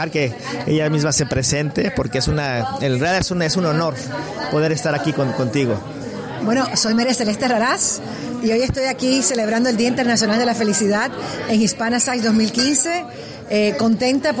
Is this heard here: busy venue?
yes